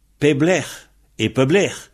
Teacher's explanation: Alors donc, chaque endroit, c'est-à-dire partout, c'est pep et l'air. Mais devant un L qui fonctionne comme une voyelle, Le P se prononce B.